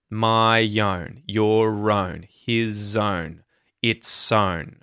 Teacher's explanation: we will link whatever the vowel sound or consonant sound is before the O in the word own, or the vowel sound O in the word own, we'll link off the previous sound.